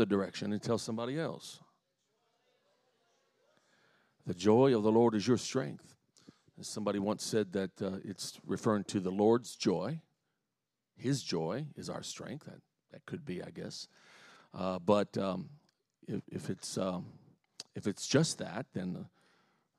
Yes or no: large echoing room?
yes